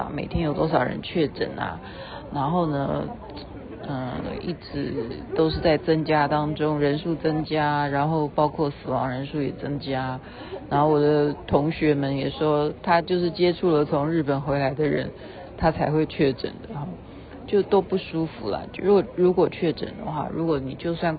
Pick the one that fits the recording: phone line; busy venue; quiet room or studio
busy venue